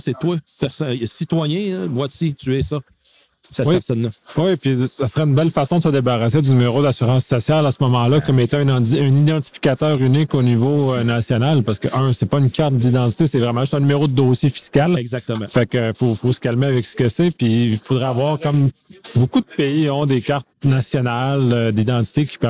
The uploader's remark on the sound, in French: Épisode au Colloque ISACA 2019